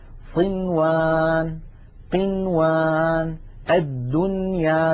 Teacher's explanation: بل نقول صنوان قنوان الدنيا بنون مظهرة لا زيادة للغنة فيها